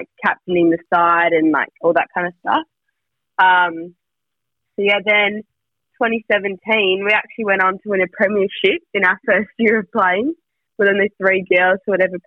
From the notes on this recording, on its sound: joins over the phone